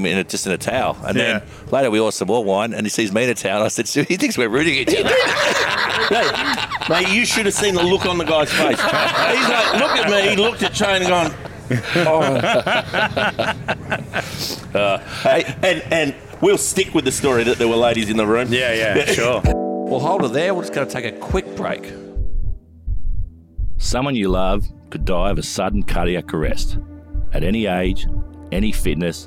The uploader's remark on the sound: This podcast was recorded at Bamfords Kirribilli